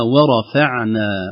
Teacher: تأثر الفاء بالراء قبلها